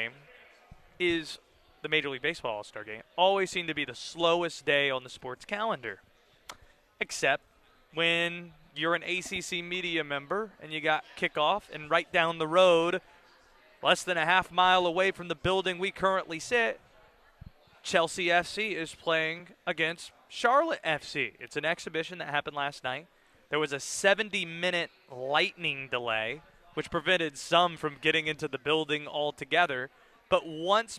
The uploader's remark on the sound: Live from ACC Kickoff